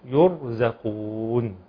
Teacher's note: الصحيح ان يقرا الراء مفخمه ويقرا الزاي مرققه